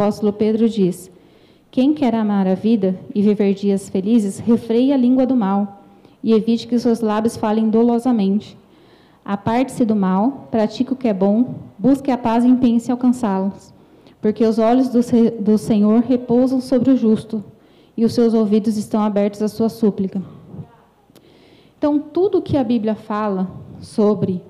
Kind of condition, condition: setting, large echoing room